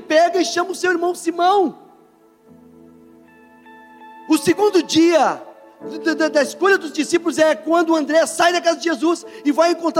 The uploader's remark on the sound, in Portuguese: gravado em nossa reunião de domingo